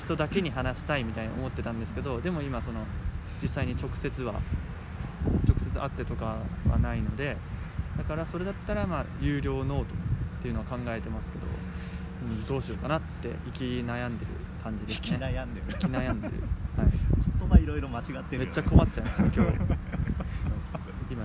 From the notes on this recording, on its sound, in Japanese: 風の音で一部音声が聞き取りにくくなっている為BGMを切っております。Anchor←このアプリで収録してます。